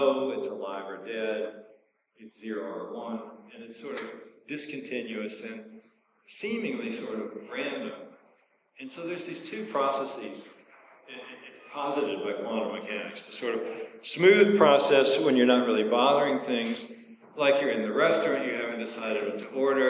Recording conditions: echo